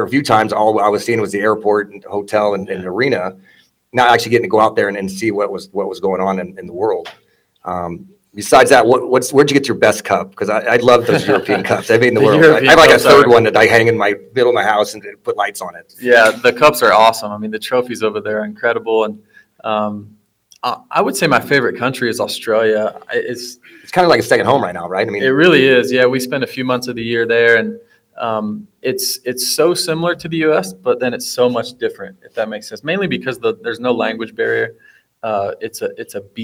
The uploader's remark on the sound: Listen as the guys wrap up the after party of the Brayton Shootout from Pole Position Raceway in Grimes, Iowa.